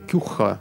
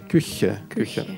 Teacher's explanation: мягкое хе, которое не очень удобно для русского языка · Shown in: second take